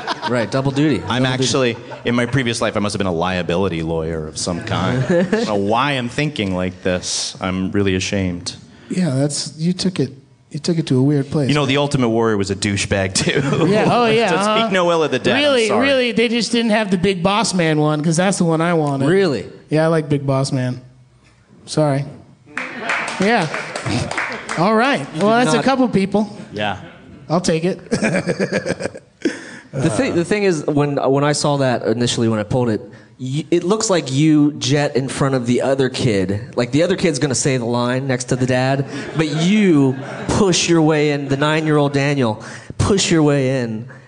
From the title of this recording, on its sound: LIVE at Starburns Castle